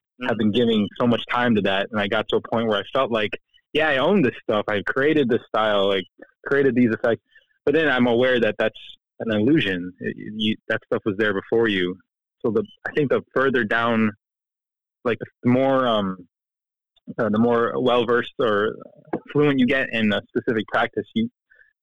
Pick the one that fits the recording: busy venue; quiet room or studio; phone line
phone line